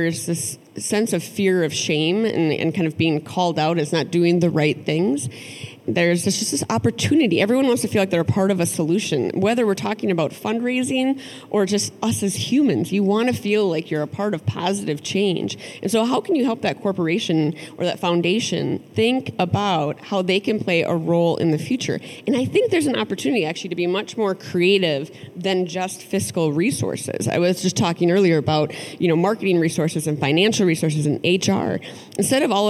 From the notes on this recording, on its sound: live conversation at the Minnesota Council of Nonprofits’ 2022 Annual Conference